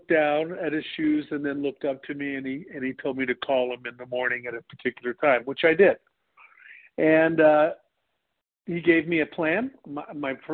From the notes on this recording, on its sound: 100 Pounders Phone Meeting.